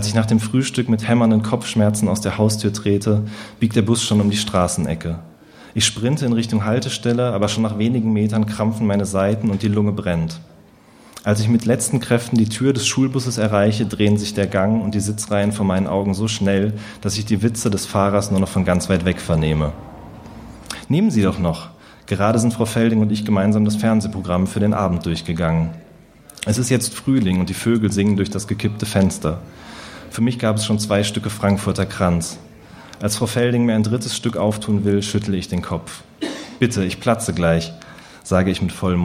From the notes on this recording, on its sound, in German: Aufgezeichnet wurde bei Kabeljau&amp;Dorsch, einer berliner Lesereihe für junge Literatur.